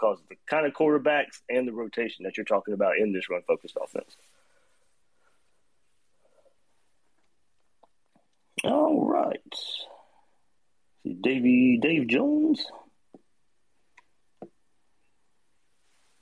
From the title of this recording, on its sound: Twitter Spaces Chat